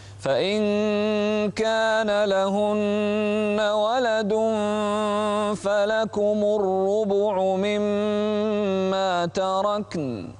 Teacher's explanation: انتبه إلى الإخفاء والضم على الباء في الربع